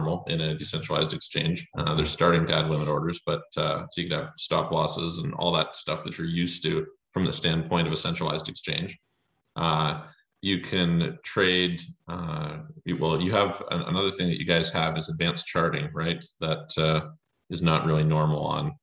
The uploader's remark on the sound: joined a zoom meeting